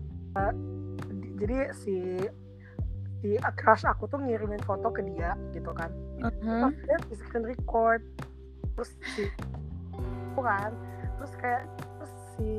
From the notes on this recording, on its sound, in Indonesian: Maaf juga kalo banyak masalah di soundnya karna keterbatasan sinyal dimana kita gabisa ketemu satu sama lain karna lagi ppkm.